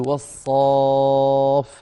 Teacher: كيف تدغم التاء في الصاد؟ لا يكون ذلك إلا بتحويل التاء إلى صاد